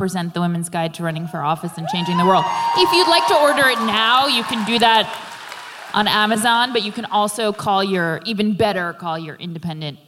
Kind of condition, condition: setting, live audience